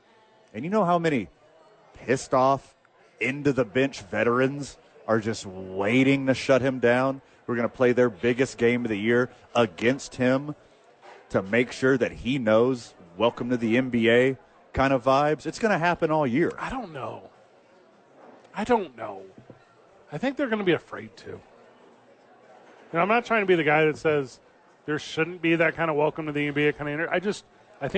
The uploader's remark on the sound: live from Sadies at 4th Street for TNF